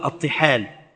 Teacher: الطحال بكسر الطاء لا بضمها